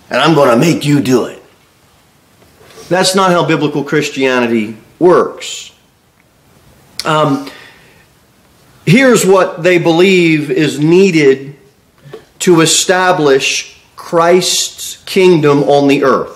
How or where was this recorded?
large echoing room